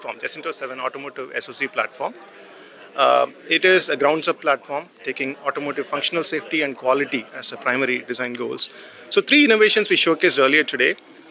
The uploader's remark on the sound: Live! From Embedded World, ISSCC, and (sorta) Mobile World Congress